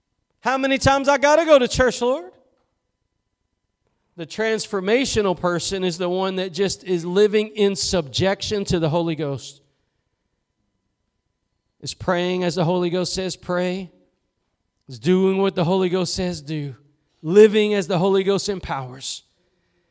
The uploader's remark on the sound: Preached at Gospel Lighthouse in Bossier City, La.